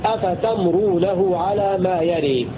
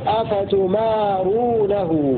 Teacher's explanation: قرأ حمزة والكسائي بفتح التاء وسكون الميم بدون ألف بعدها في أفتمرونه، بفتح التاء وسكون الميم بدون ألف، أفتمرونه على ما يري، هكذا يقرأ حمزة والكسائي.